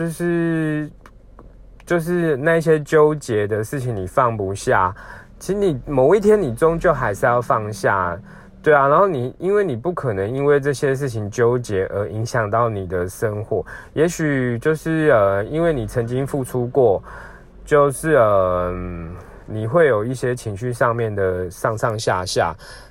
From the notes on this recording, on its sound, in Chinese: 本次換個空間：開車移動時錄音，有點雜音請見諒～。